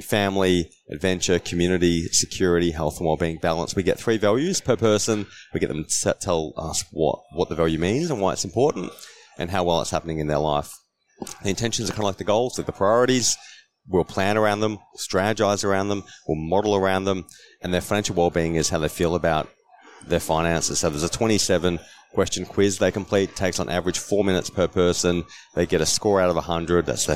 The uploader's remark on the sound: this was recorded at the FAAA Congress 2023.